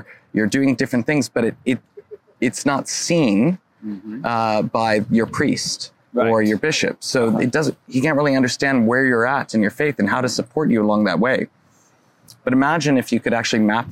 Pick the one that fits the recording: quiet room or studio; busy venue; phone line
busy venue